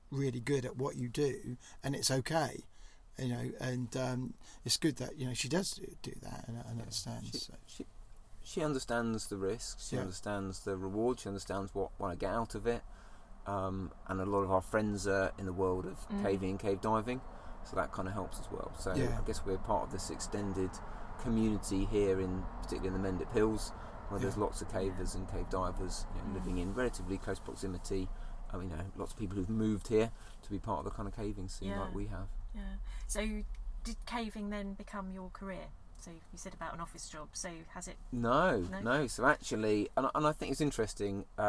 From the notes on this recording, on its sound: We are on location in Cheddar Gorge, a limestone valley in the UK recording on the Ford Custom Transit Nugget.